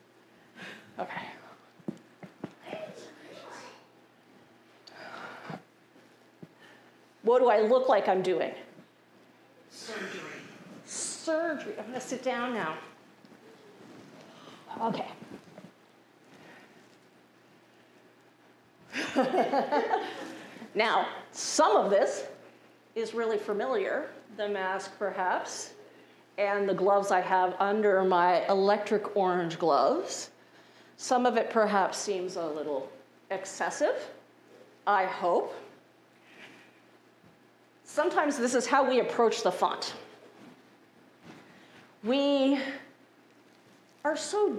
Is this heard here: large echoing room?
yes